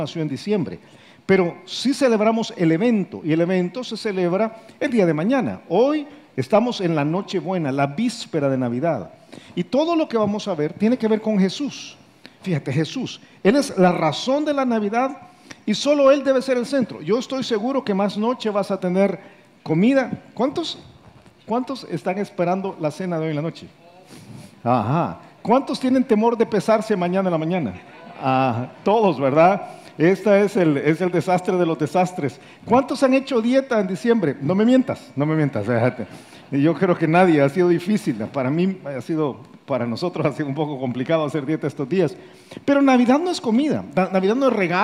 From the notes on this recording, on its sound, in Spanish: Grabado en vivo desde Campus Miralvalle, San Salvador.